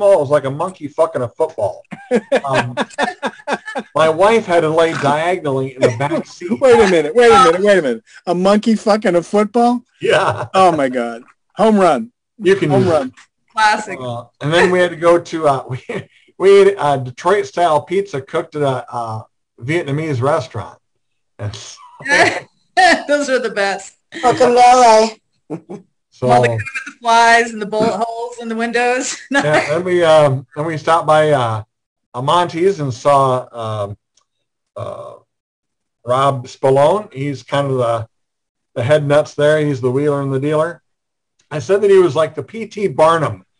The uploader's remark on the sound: Zoom Show